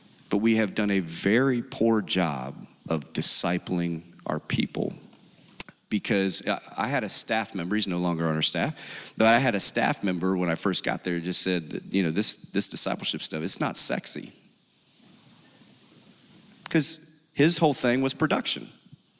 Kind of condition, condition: setting, live audience